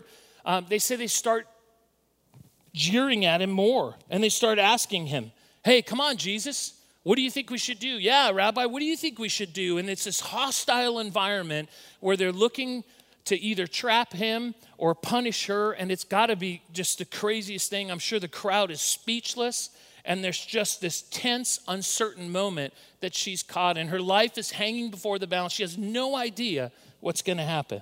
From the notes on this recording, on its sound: recorded at Northlands Church on April 5, 2020